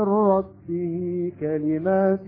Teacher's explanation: لكون هذه الهاء المكسورة عندما أشبعنا الكسرة أصبح عندنا ياء · Term: مد الصلة